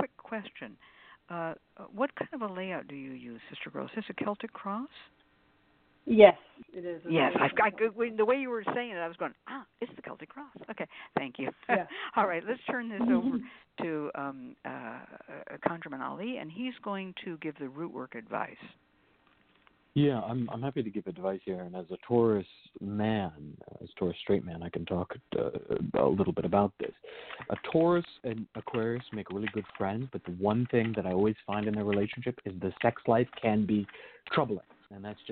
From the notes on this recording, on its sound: The Lucky Mojo Hoodoo Rootwork Hour is a real, live call-in show. We begin this show with a Discussion Panel focussed on the topic of Emotions and Magic.